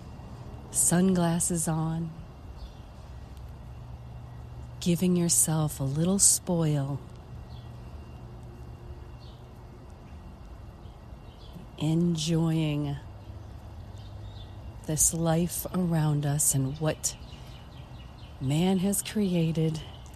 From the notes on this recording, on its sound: LIVE from Las Vegas Mirage. Poolside at the Mirage in Las Vegas, Nevada, USA. This is a special on location Walk and Talk of our Mindfulness Summer Tour 2022.